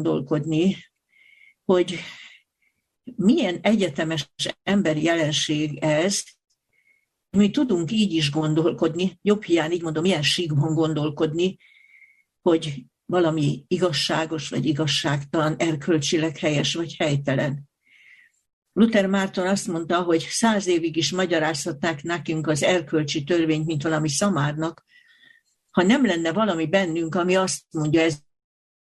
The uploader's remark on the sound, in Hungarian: Sola Scriptura TF – Budaörs – Zoom előadás.